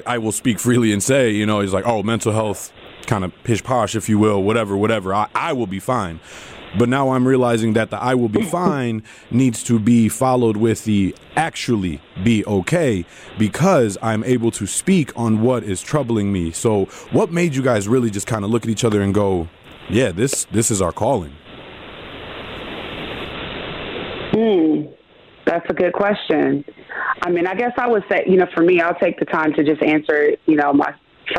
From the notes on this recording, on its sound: call in to MKE in the Morning